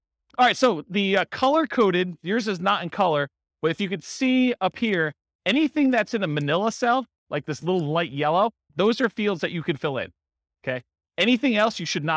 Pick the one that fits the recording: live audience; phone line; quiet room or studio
live audience